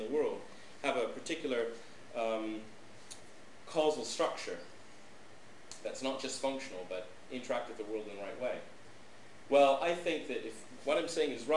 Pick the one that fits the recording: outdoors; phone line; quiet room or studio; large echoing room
large echoing room